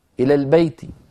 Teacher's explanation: يذكر كسرة التاء ولكن صوتها صار منخفضا